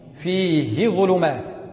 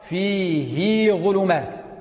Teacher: وابن كثير يصل بياء · Shown in: second take · Term: الصلة